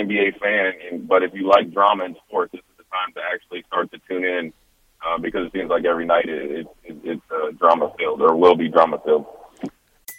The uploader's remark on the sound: joins us over the phone